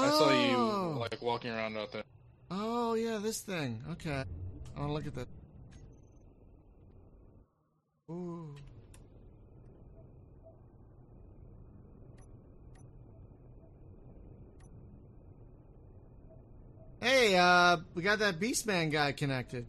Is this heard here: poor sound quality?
yes